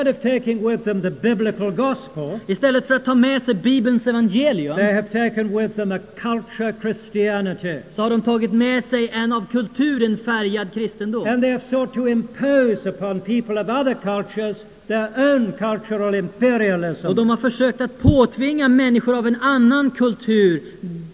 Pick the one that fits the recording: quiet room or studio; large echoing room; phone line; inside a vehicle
large echoing room